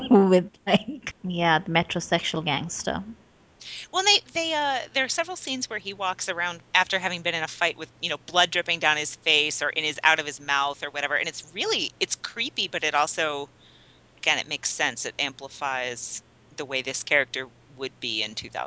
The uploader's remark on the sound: We apologize for the technical problems with this recording. Most of our discussion of the character of Roma did not record. There are also some bits that drop syllables or short strings of word and sound a little like a radio station that isn't quite coming in.